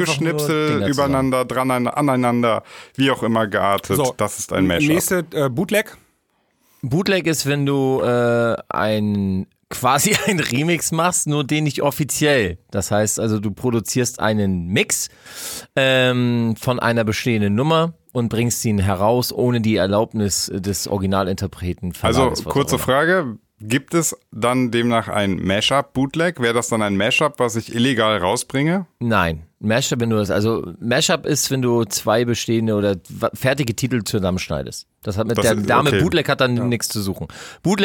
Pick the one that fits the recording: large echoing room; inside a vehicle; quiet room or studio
quiet room or studio